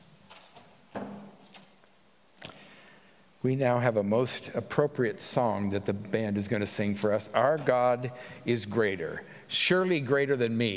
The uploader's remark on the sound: At the Pender UMC contemporary service on Sunday, September 17, 2023